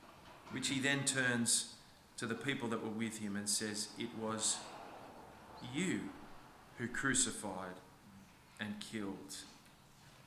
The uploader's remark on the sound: This sermon was preached on the 9th of April 2023 at all services of Helensburgh and Stanwell Park Anglican Church.